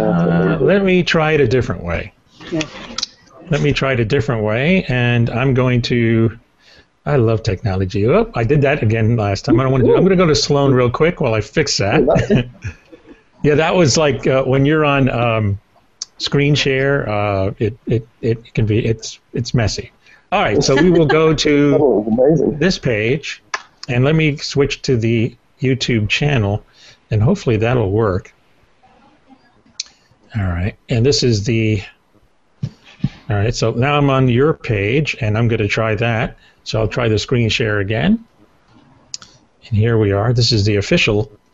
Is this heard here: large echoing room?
no